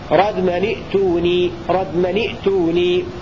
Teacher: بكسر نون التنوين في لفظ ردما ائتوني حالة وصله